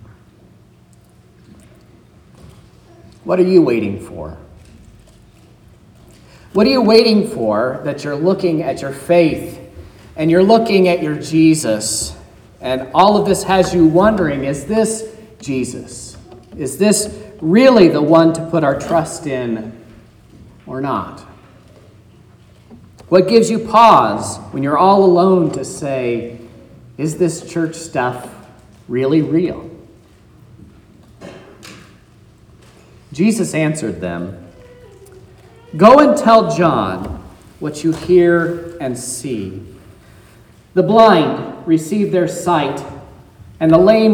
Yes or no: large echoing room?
yes